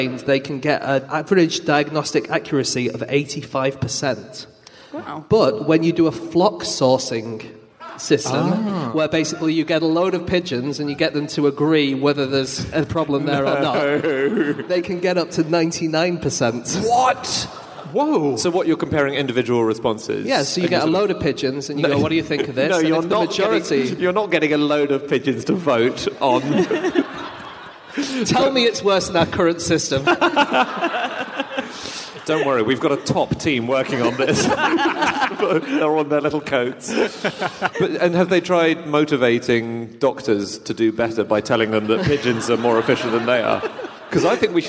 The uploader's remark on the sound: Live from Berlin